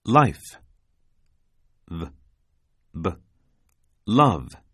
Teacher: 上の歯で唇を噛んで発音するタイプ。